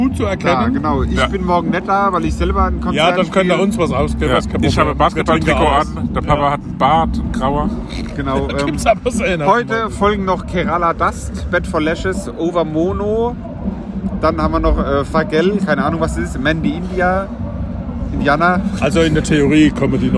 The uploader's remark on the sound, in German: Maifeld Derby 2023. Wir nehmen euch mit aufs Festivalgelände.